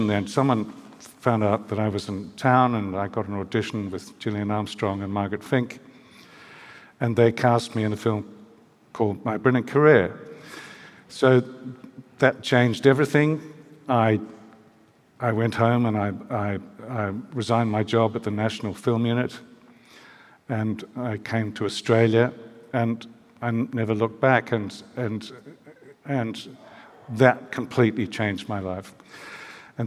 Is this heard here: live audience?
yes